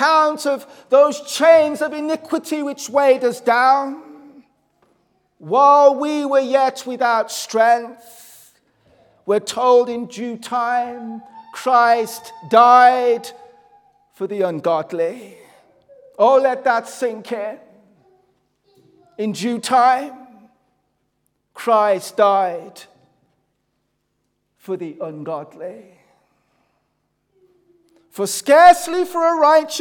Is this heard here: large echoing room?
yes